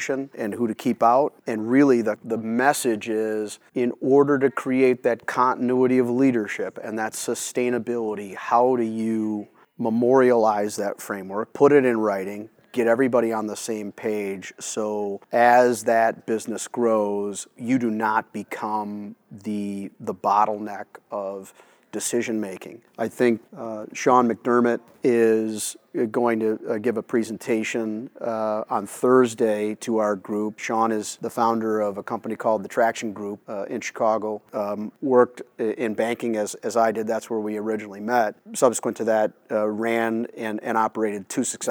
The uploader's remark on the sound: come to you from the AICC 2022 Spring Meeting